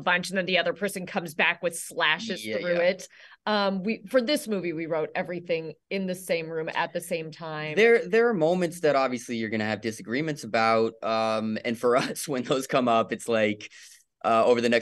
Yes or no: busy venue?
no